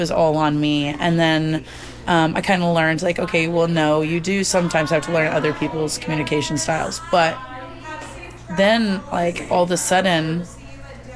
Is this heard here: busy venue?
yes